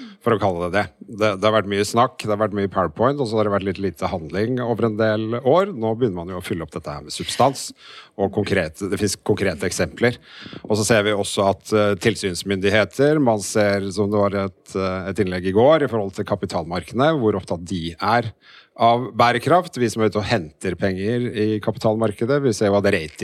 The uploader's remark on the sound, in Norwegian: Live fra Arendalsuka!